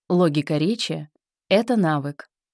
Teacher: Пауза в конце предложения. Интонация вниз.